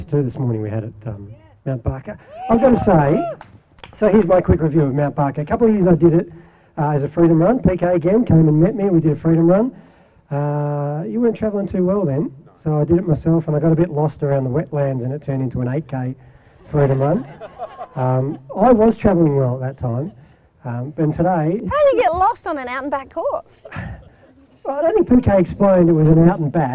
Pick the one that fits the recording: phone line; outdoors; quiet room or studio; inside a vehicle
outdoors